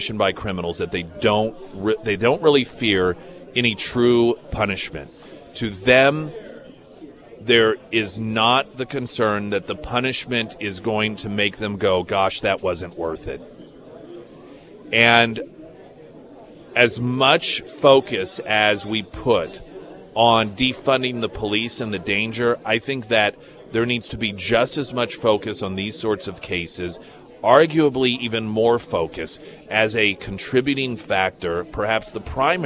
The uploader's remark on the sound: broadcasted live from Scrambler’s for the “KSGF Friday Roadshow”